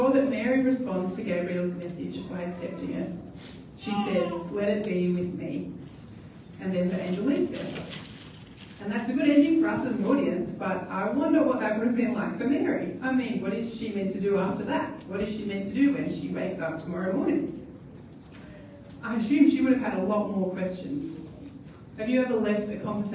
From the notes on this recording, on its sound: At New Community. We apologise for the quality of the audio on this occasion.